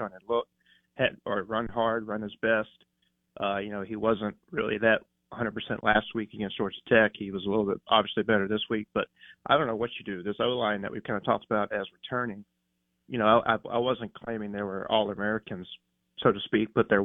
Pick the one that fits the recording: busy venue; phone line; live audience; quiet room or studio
phone line